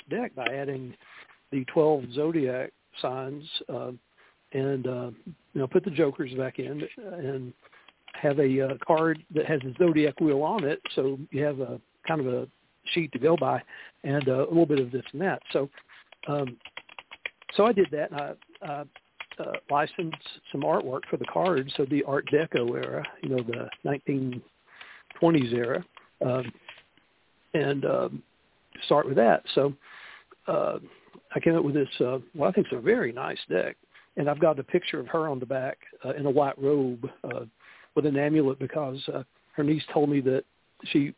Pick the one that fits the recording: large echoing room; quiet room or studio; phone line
phone line